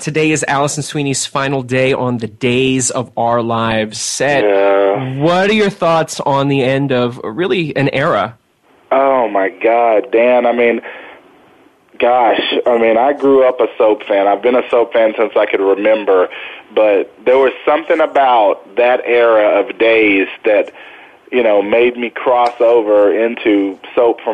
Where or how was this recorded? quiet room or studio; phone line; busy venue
phone line